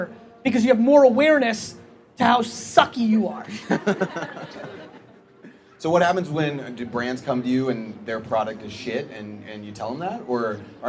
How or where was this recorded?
live audience